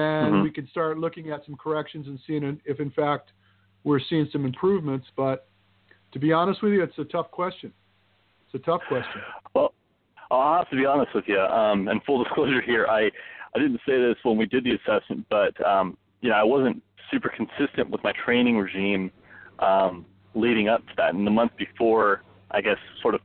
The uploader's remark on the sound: Open up the phone lines and take calls from YOU! For one hour LIVE!